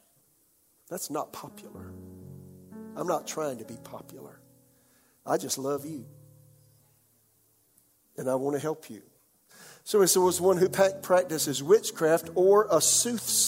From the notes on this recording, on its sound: This message was delivered during the 11 AM service on October 24, 2021.